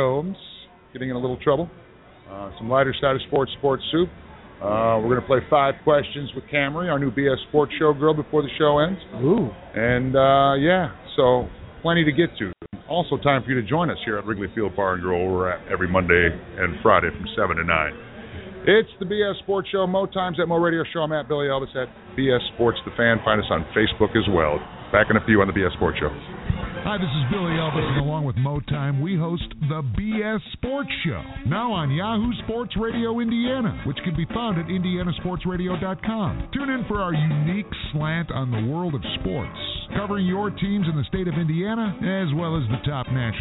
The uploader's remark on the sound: Live from Wrigley Field Bar and Grill